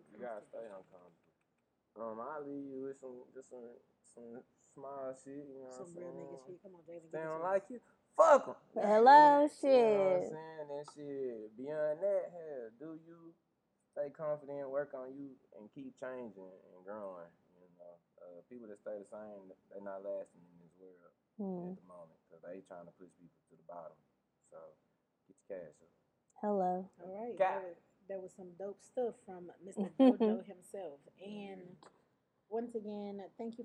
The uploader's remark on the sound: Bare with us on audio. We experienced some unknown technical difficulties towards the end of the show!